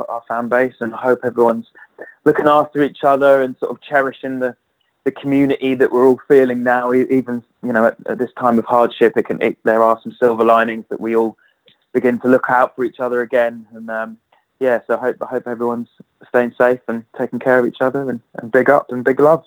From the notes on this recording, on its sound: All 3 interviews were recorded by phone in the midst of the COVID-19 pandemic.